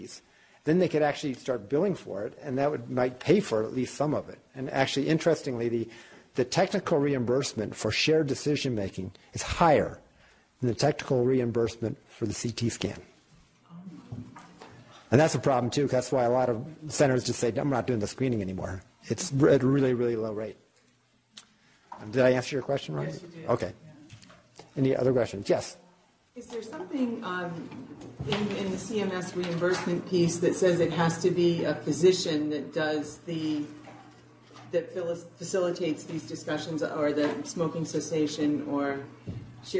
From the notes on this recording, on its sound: Norris Cotton Cancer Center Grand Rounds presented on November 6, 2018